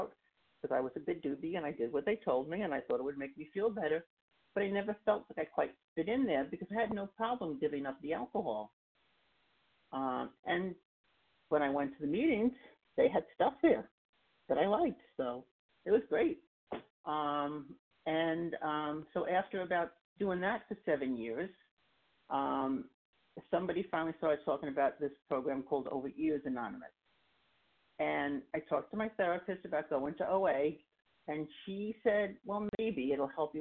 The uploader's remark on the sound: 100 Pounders Phone Meeting